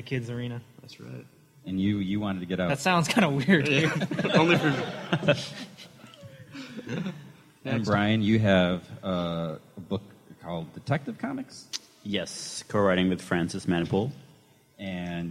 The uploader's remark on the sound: Recorded live before a studio audience, here's the audio version of the "Friends of Comic Vine" panel from last weekend's Long Beach Comic Expo